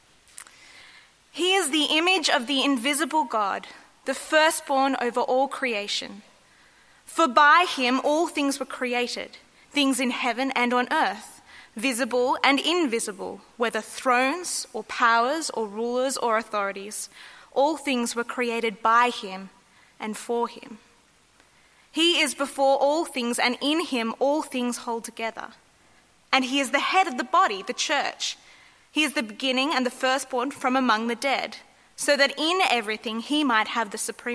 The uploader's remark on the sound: At a Church in the Graveyard service